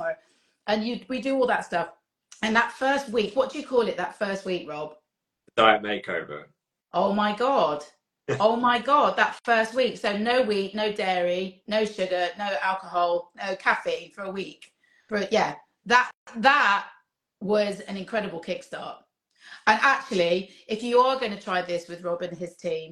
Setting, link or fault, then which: link, video call